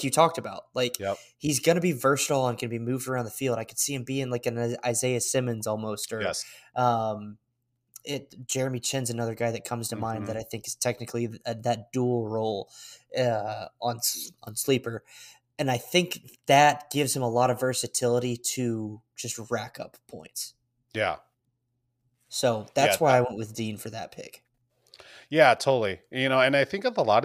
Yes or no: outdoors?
no